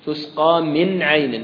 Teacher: واضح، تسقى من عين، أنا لم أدغمها ولم أخفها ولم أقلبها، فنون ساكنة أتى بعدها حرف العين وحرف العين من حروف الإظهار